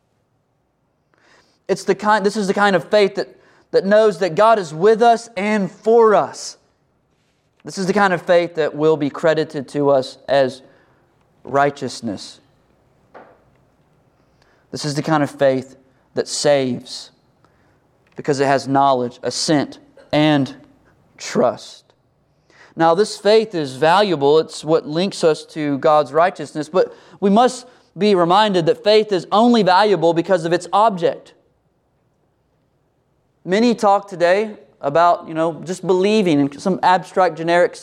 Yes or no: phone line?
no